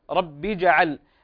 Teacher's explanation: الجيم هنا في الفعل اجعل من حروف القلقلة، فنضع القلقلة أو نظهر القلقلة في هذا الحرف من هذه الكلمة